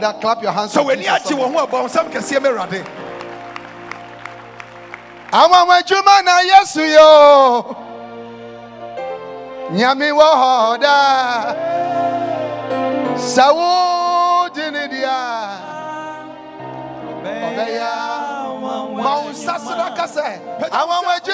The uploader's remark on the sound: Preached during the The Jesus Encounter Healing and Miracle Service at The Life Catehdral, Ofaakor.